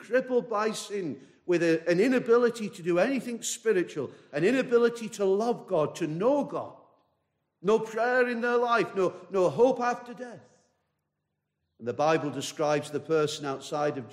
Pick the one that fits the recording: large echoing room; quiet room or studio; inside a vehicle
large echoing room